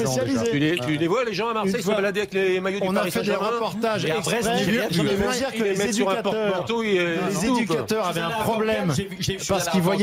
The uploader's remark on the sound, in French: en direct du salon de l'Agriculture